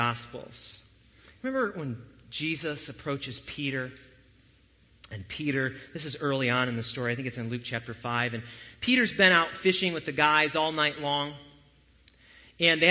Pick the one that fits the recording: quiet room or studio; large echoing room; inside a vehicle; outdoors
large echoing room